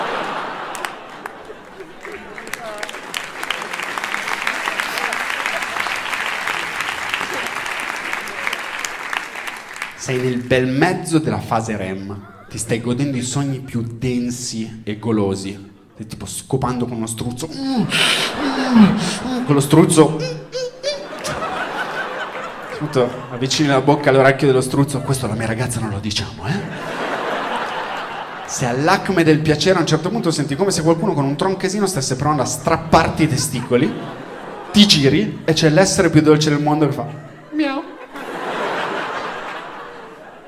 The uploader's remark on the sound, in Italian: Registrato al Teatro Puccini di Firenze